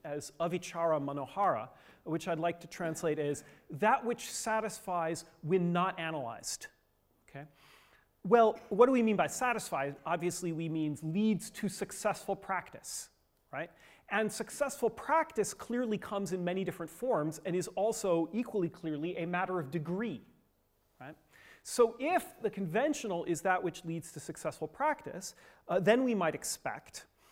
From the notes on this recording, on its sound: Gives the sixth talk in the New Madhyamaka workshop. Funded by the Templeton Foundation, took place in Oxford on 20th and 21st April 2015.